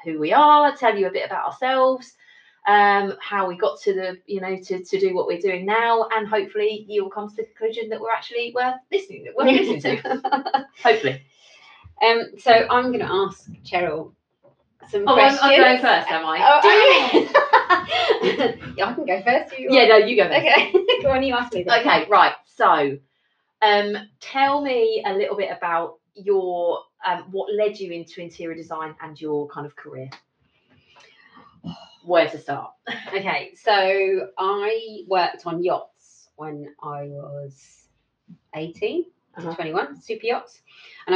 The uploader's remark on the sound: This was the first time we ever recorded anything so the sound isn't as good as it is in the main episodes.